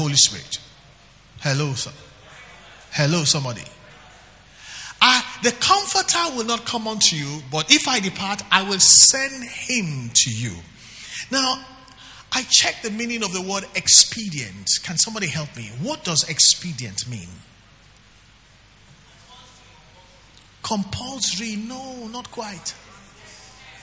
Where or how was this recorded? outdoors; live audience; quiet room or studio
live audience